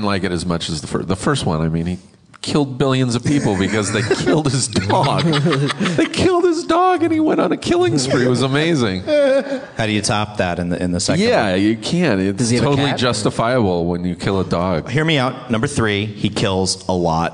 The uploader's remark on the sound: LIVE at Starburns Castle